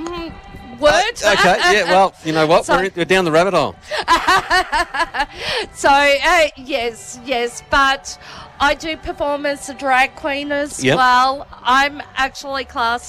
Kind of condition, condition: setting, outdoors